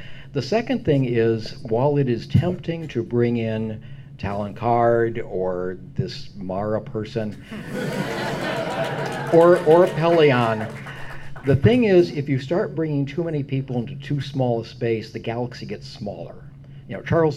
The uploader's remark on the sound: Dragon Con Panel.